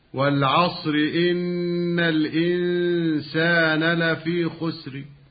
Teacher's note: ومعلوم أن الروم حكمه حكم الوصل، وكلمة خسر بالروم تكون كالمكسورة، والمكسورة في الراء حكمها الترقيق